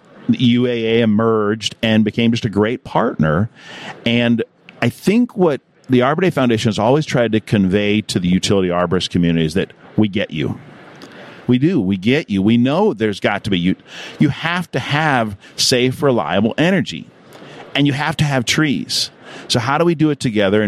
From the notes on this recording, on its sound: In this series, we set up a podcast booth in the Trees & Utilities Conference in #Pittsburgh, #Pennsylvania to talk with all the major players in the #VegetationManagement #industry.